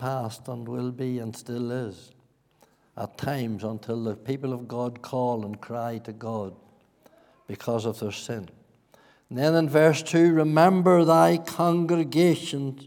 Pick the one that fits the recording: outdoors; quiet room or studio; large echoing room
large echoing room